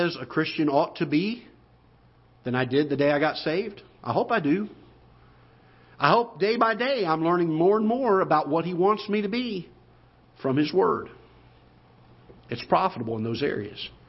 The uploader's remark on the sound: Ketha Heights Baptist Church ~ Live Broadcast